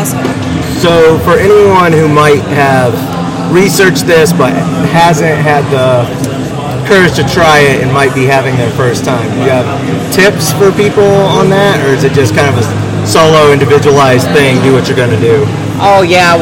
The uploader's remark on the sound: Bear with the background noise